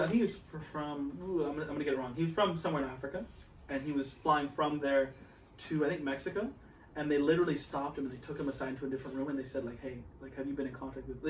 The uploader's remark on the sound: This episode is also known as the technical difficulties episode, our mic audio got deleted and the camera kept dropping.